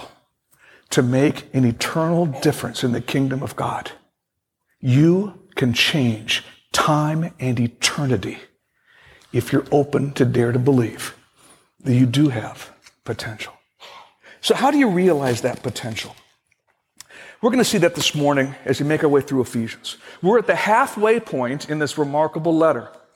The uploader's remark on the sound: Originally recorded on February 28, 2016, at Fellowship Missionary Church, Fort Wayne, IN.